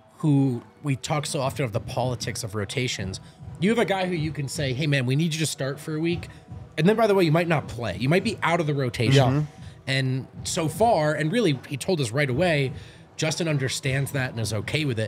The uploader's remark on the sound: come to you LIVE from the DNVR bar